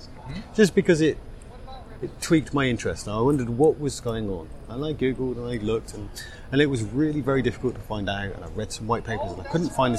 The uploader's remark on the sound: The third special episode was recorded at PASS Summit in Seattle and is comprised of two interviews.